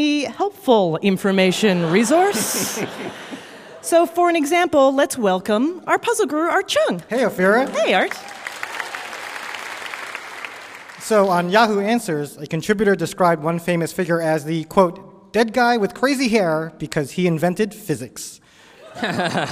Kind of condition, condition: setting, live audience